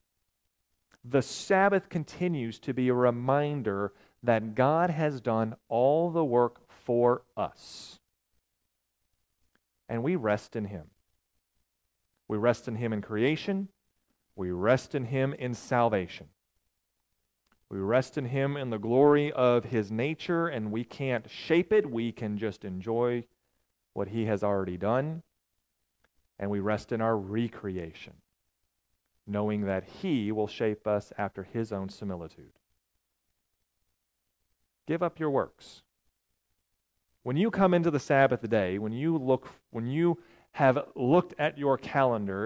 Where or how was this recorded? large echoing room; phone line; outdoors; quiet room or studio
large echoing room